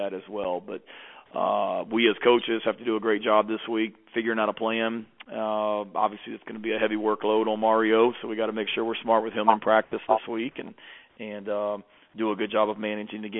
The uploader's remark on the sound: Sunday night conference call